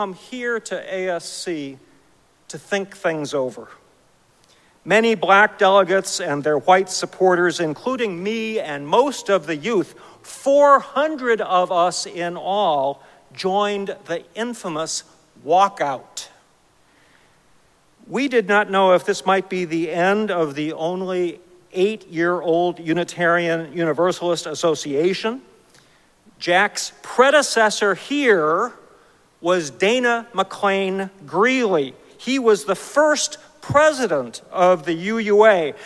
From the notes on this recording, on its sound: Recorded live at Arlington Street Church